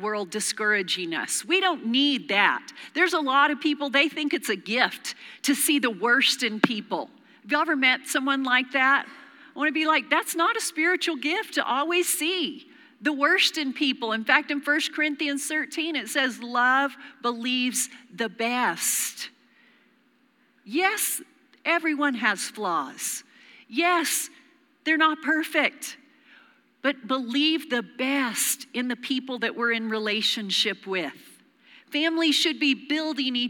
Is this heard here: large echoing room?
yes